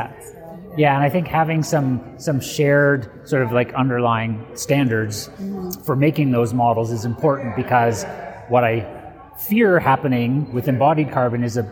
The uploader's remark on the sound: recorded at the Passive House Network Conference